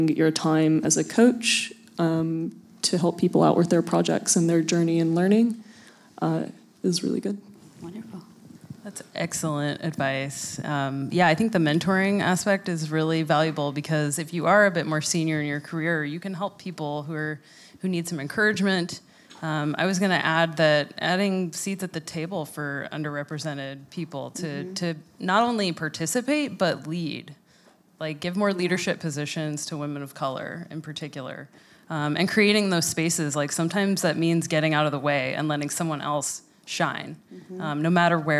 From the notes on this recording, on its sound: LIVE at ReactJS Girls. A live show at ReactJS Girls with a panel of 3 amazing women.